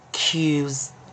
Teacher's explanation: 那记得我们最后的 s 哦，也要浊化